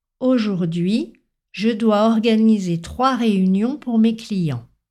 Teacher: Donc cette intonation montante varie selon le découpage. Et l'intonation redescend sur le dernier mot de la phrase « client ».